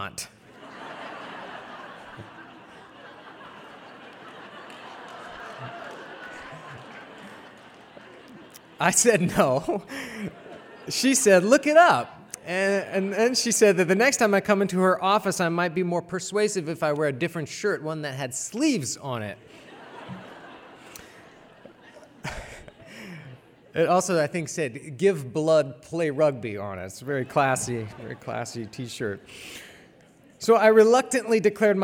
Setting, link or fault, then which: setting, live audience